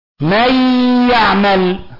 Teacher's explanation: غنة من الخشوم مقدار حركتين، هل ظهرت النون هنا؟ راحت اختفت في الياء، هذا معنى الإدغام، هو إدخال حرف ساكن في حرف متحرك بحيث يصبحان حرفا.